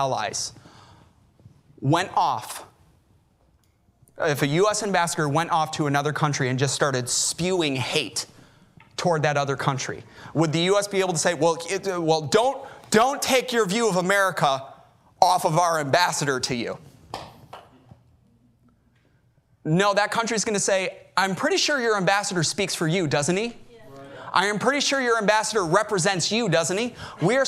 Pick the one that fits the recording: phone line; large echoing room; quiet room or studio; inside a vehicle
large echoing room